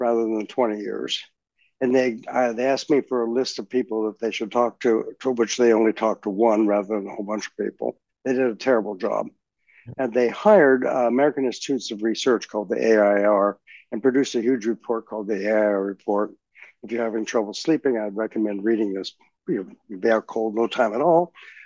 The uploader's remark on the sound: This community Zoom discussion.